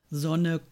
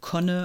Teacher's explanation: die Rückverlagerung von einem Laut, der eigentlich weiter vorne gebildet wird, das wäre dann die konsequente phonologische Störung.